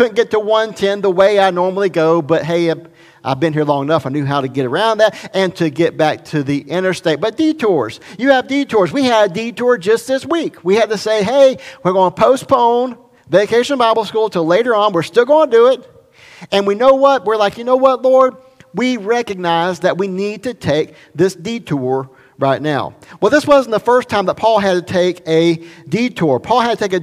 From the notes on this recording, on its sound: recorded at Highland Baptist Church Molino, FL